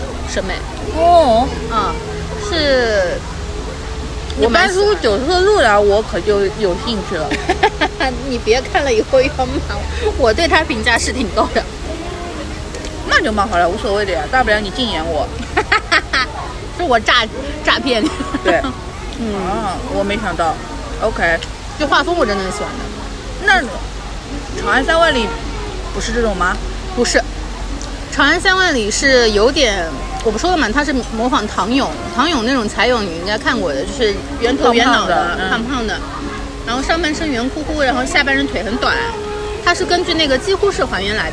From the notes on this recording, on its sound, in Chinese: 本次录制花费：露营烤肉